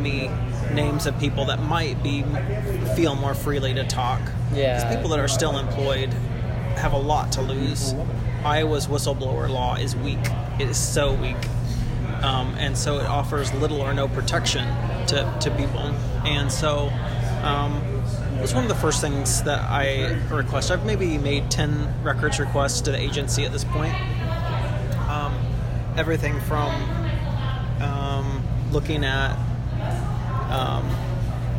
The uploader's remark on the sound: Recorded June 15, 2018, at the Smokey Row Cafe in Des Moines.